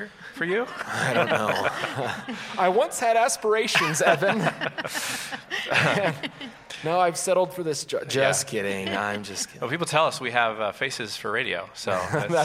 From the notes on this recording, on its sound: Recorded Live. Live at Westside Church.